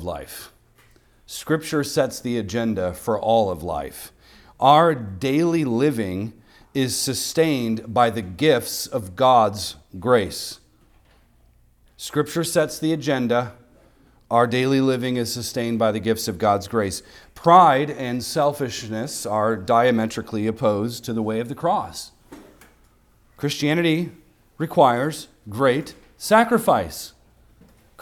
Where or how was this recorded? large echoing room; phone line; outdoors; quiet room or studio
large echoing room